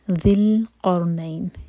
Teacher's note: ذی القرنین ذال کے نیچے کسرہ ہے ذیل پڑھیں گے اور زبان ہماری اوپر والے دانتوں کو ٹچ کرے گی اور تھوڑی سی ٹپ باہر ہوگی